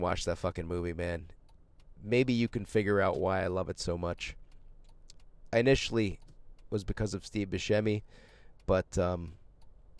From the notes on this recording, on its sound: ON THE ROAD LIVE FROM MY JEEP! I’m broadcasting on the road! While driving!!